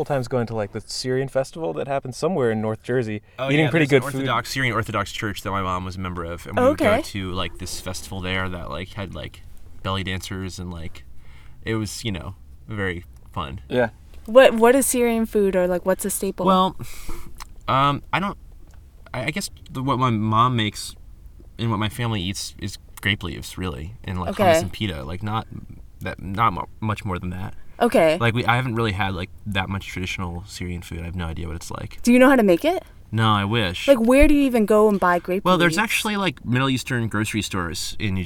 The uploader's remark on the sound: Recorded August 9th, 2015 outside of the Great Scott in Allston, MA.